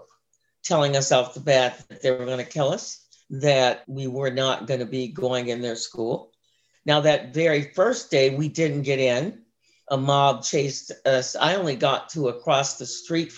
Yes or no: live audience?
no